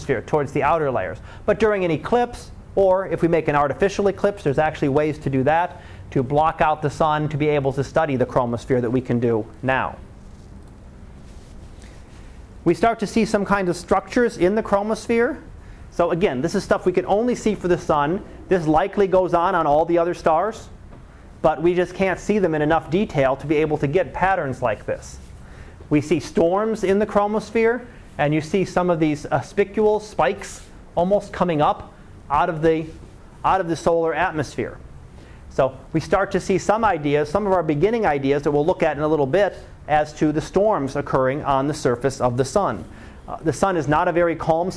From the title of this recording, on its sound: Live Class Lecture